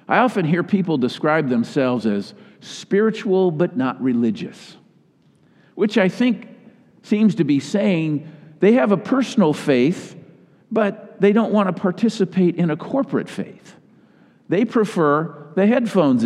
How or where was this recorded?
large echoing room